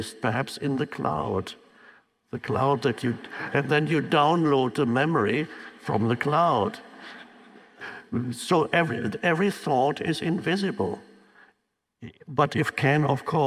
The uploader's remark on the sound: talks with an audience